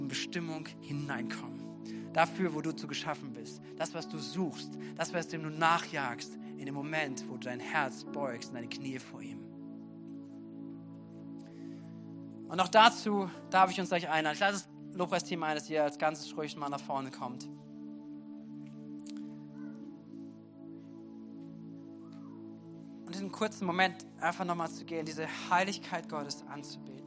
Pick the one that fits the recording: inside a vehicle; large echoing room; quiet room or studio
large echoing room